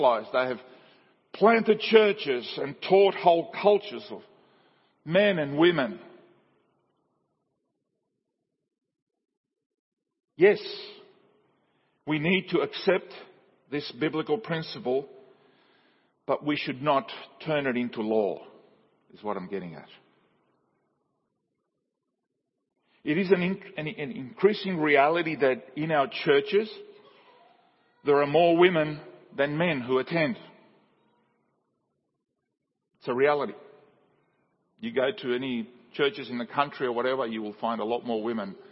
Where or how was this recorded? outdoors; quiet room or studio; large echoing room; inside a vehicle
large echoing room